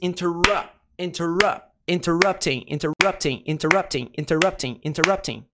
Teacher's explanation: o rupt, que é nossa sílaba tônica.